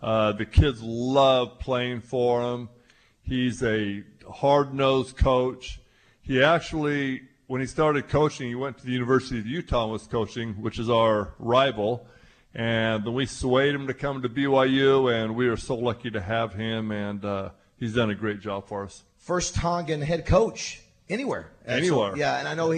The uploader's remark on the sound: Live from the Little Rock TD Club